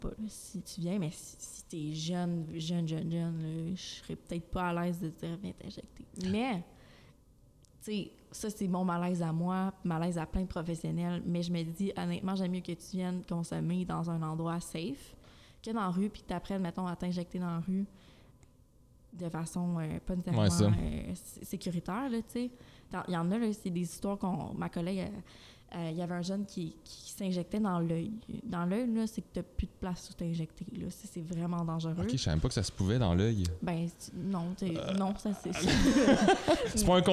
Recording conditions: busy venue